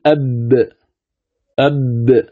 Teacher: الباء تخرج من الشفتين مع انطباقهما على بعضهما أقوى من انطباق الميم، فتنبه. إذن تقول أب من الشفتين، فتنطبق الشفتان على بعضهما أب.